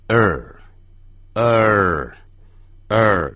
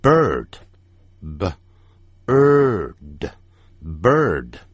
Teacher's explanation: 先念成啊，然后呢这个舌头再把它卷起来 · Term: 卷舌元音